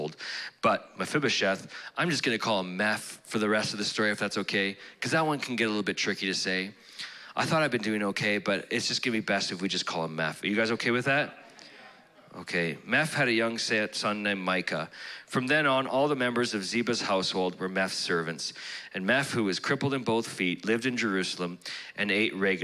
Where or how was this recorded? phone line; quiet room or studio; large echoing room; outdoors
large echoing room